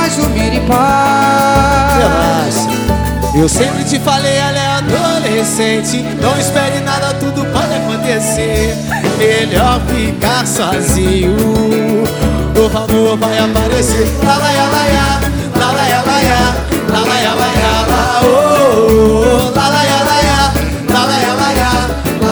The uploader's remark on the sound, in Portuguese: Dvd Ao Vivo